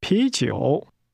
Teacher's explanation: The word beer is pronounced with a rising tone, followed by a falling rising tone.